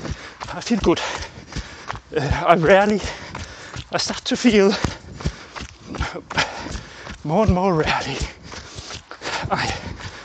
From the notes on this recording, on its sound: This episode is a live recording from my latest running routine. You get the full package here with feet hitting the ground, shortness of breath, speaking while running while I am describing the conditions on the track.